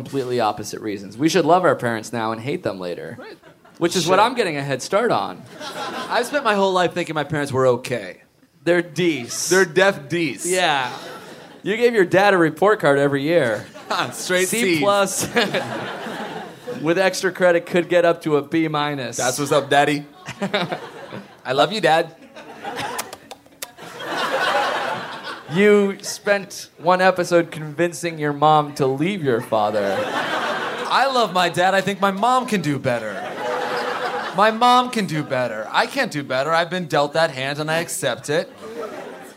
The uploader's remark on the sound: Recorded in front of a live studio audience at Littlefield bar in Brooklyn, NY!